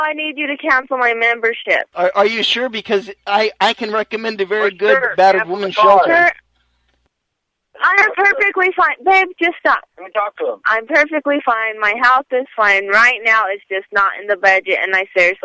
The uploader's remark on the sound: Prank Phone Calls